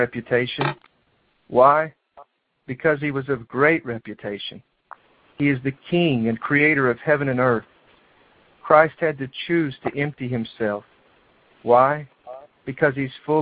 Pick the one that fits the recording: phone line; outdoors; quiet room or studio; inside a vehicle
phone line